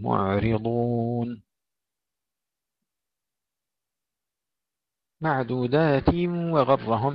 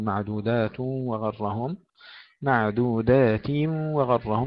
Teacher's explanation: أيضا ننتبه إلى كلمة فريق وهم معرضون، سكون العين ولا نقول معرضون، لا نقلق العين، فيها سكون فيها رخاوة ونرقق الراء ونفخم الضاد، معرضون معدودات وغرهم. إذا وصلنا ننتبه إلى تحقيق الكسر في كلمة معدودات لأن تنوين الجر هنا مدغم في الواو · Shown in: first take · فننتبه لا يتحول إلى ضم، لا نقول معدودات وغرهم، معدودات وغرهم، نحقق الكسر ثم ندغم التنوين في الواو.